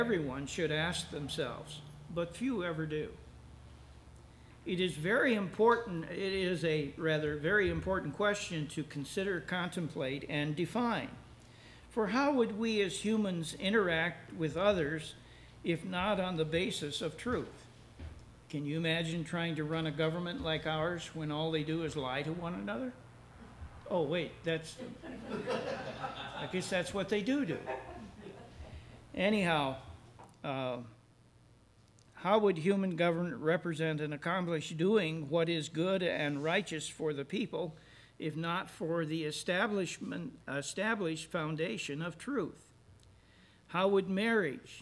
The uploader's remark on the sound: services recorded at Thornville Baptist Church